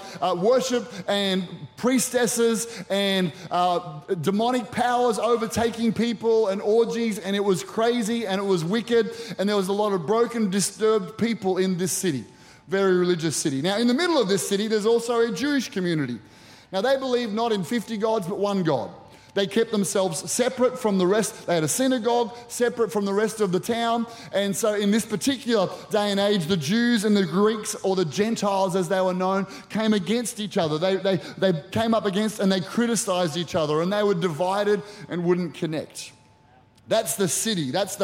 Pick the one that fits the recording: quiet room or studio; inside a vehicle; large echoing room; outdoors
large echoing room